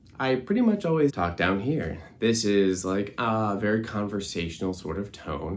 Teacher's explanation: you can kind of hear my voice is coming in and out a little bit because it's being elongated and I'm not giving enough air to support that low sound